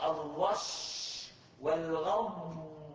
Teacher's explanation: ومعنى الرخو أنك إذا قلت الرش والغم أجريت فيه الصوت إن شئت، هنا بيجري فيه صوت ما شئت.